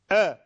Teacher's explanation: جاية عن اندفاع الهواء بعد فتح الأحبال الصوتية فجأة · Term: حرف الهمزة